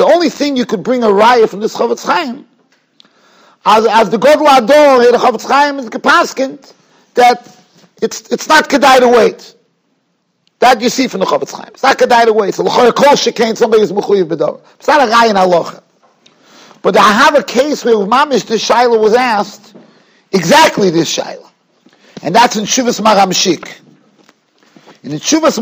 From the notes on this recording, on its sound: Shiur recorded in Yeshivas Ohr Reuven, Monsey, NY.